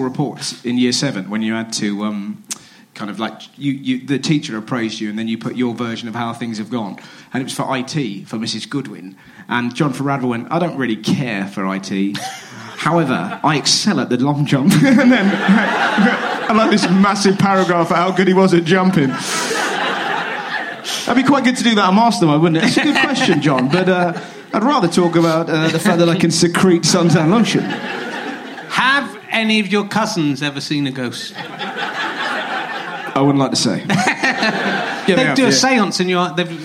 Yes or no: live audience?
yes